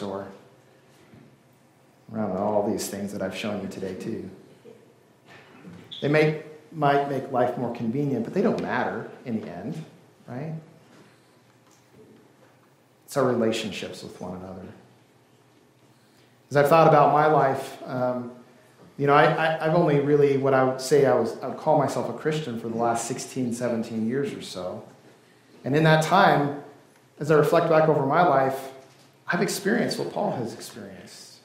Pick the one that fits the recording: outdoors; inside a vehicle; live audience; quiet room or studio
live audience